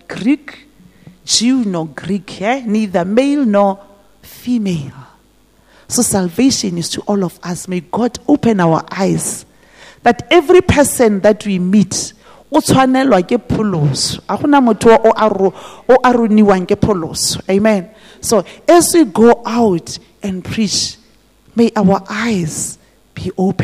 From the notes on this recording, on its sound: This message was preached at GTCFC City Campus.